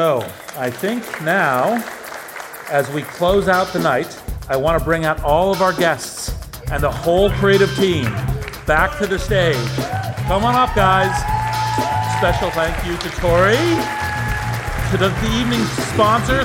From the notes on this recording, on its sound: LIVE! In our live onstage interview. Live audience energy and great music make this first-ever event a fun listen.